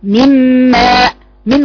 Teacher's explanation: النون اللي بعديها ميم اذهبي النون الأولى تماما، اضغميها واظهري الميم الثانية واظهري الغنة